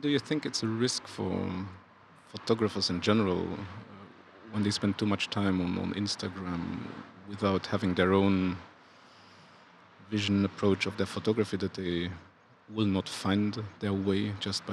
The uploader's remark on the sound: This year’s Luxembourg Street Photography Festival. In a casual talk outside the Rotondes in Bonnevoie.